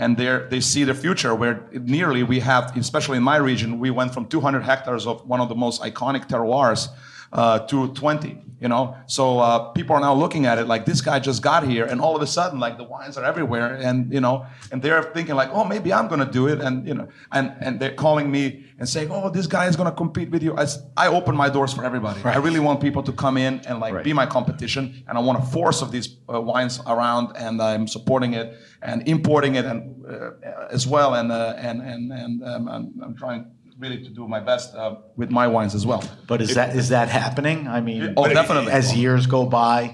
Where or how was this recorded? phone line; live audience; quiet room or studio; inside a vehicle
live audience